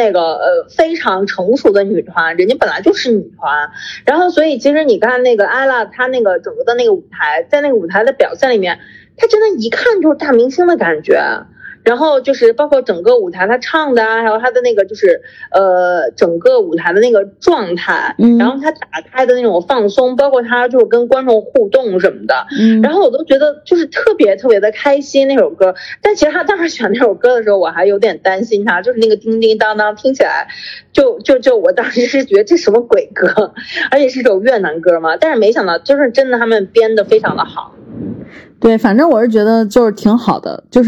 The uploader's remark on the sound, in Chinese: 本次录音因为…的复阳，进行了远程录制，抱歉音质有限。